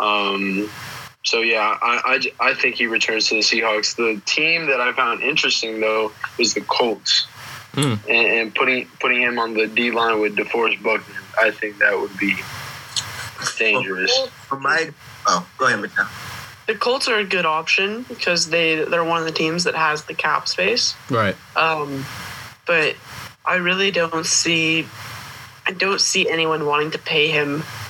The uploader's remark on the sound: Our apologies for the audio; we are still in the process of trying to figure out how to produce the best product possible from across the country!